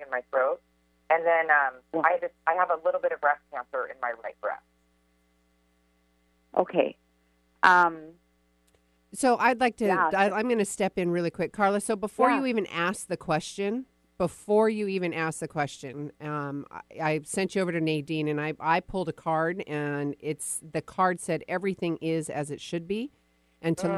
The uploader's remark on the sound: Listener calls + live readings!